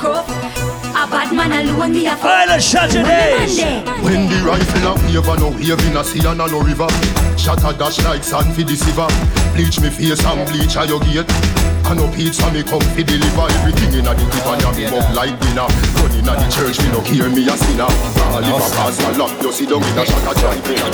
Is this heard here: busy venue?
yes